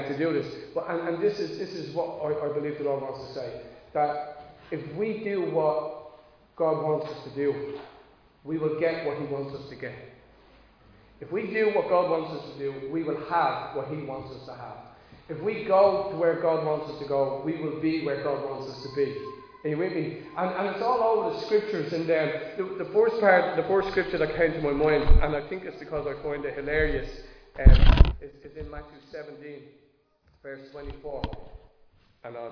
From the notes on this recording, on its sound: Recorded live in Liberty Church on 27 March 2022